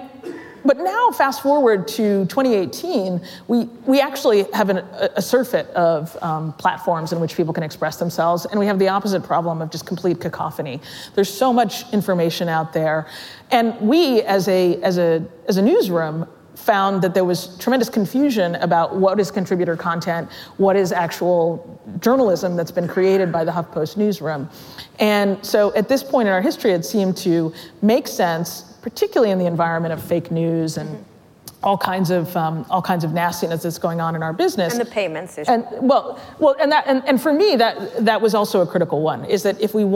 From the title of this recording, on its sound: Live at Code Media 2018